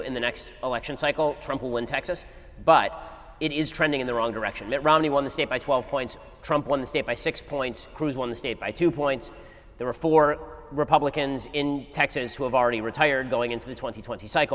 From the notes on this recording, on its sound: Daily Wire Backstage: Live In Long Beach.